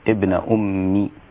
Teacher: قرأ شعبة بكسر الميم عند الوصل فتصير ابن أمي.